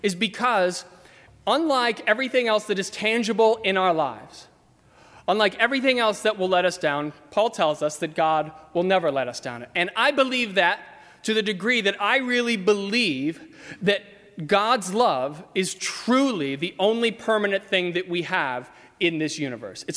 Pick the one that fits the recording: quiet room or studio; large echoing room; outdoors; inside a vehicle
large echoing room